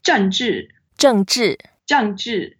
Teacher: Both are fourth tones, so we go down. And then the way we say Chinese, we want to pronounce every single word in the equal beat.